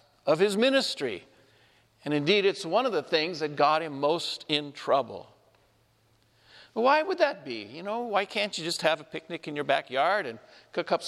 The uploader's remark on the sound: This homily was shared at Our Lady of Fatima Church in Spokane, Washington